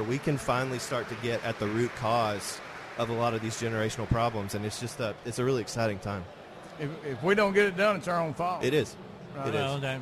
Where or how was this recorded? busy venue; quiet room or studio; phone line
busy venue